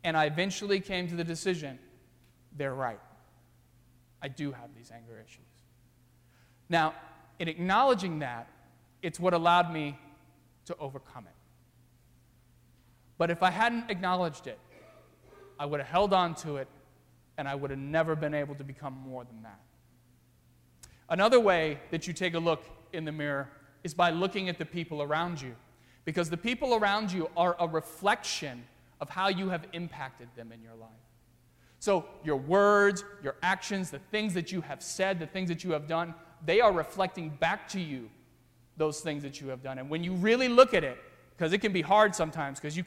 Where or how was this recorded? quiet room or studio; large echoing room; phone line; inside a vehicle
large echoing room